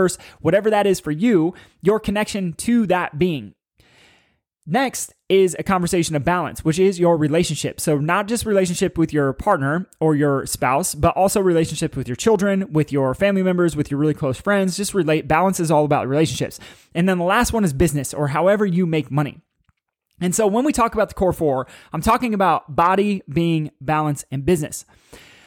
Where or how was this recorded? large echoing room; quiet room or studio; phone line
quiet room or studio